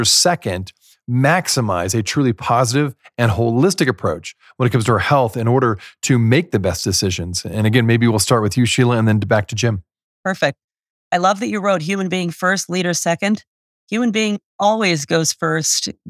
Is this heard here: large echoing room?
no